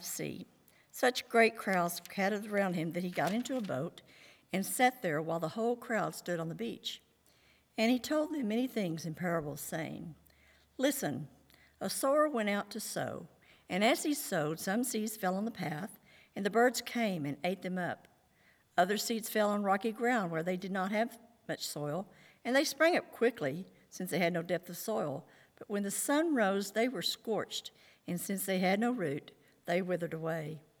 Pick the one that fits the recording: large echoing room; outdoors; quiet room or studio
large echoing room